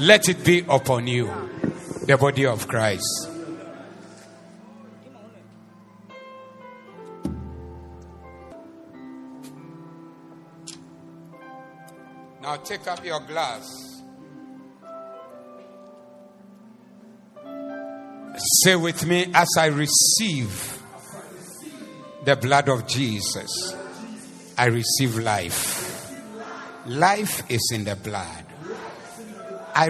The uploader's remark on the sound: Preached at the Zeloo Service.